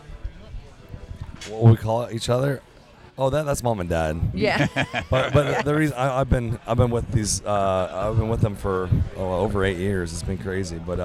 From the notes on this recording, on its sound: Join us on location, on board the Bliss Cruise.